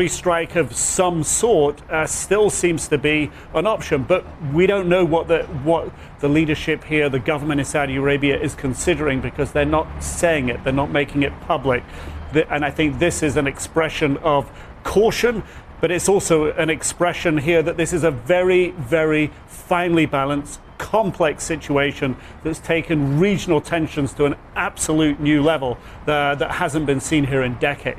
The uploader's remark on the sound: live at the New York Stock Exchange